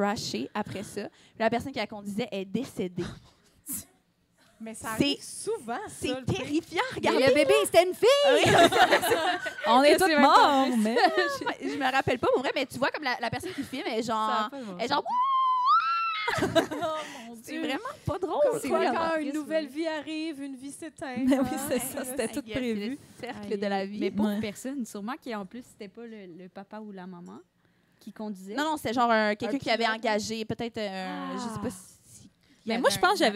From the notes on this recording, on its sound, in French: Enregistré devant public au Café Tuyo à Montréal.